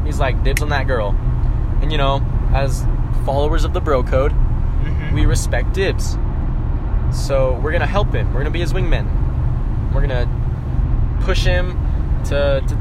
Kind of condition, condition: setting, inside a vehicle